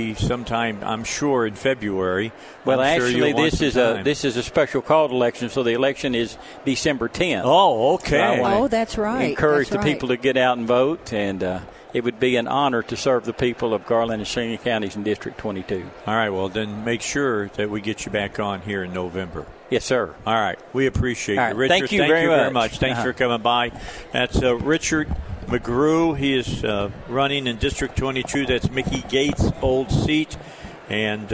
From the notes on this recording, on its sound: Live at the State Capitol for Filing Day